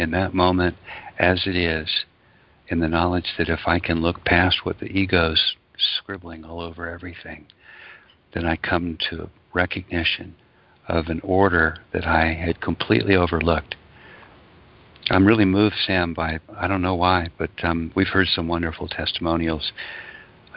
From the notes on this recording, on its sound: Conference Call